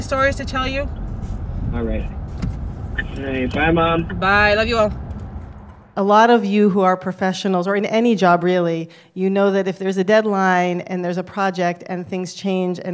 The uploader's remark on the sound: Spoke with the film's directors and two election officials at a recent screening at the GlobeDocs Film Festival.